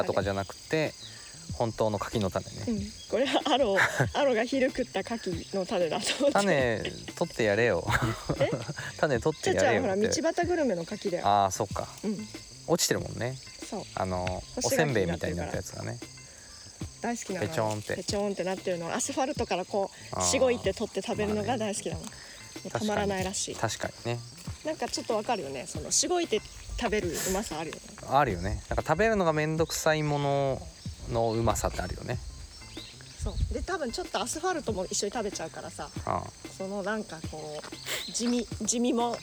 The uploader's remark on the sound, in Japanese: 犬のアロと散歩をしながらの収録。ニワトリ、カラス、虫、風、木の葉を踏む音。